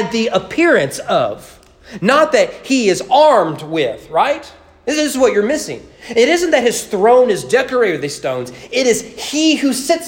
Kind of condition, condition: setting, large echoing room